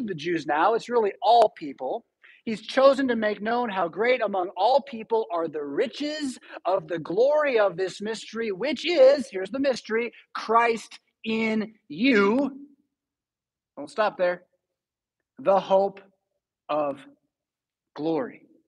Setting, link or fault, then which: setting, large echoing room